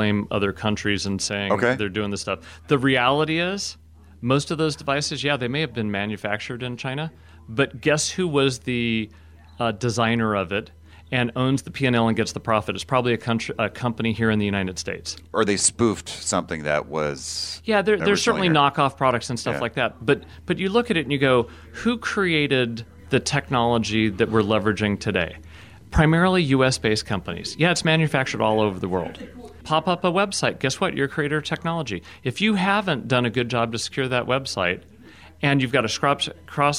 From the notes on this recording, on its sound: at RSAC 2018 security conference in San Francisco